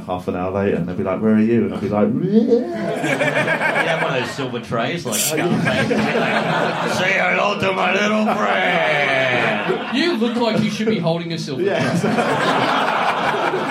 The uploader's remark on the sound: SYDNEY! Big live podcast and stand-up show.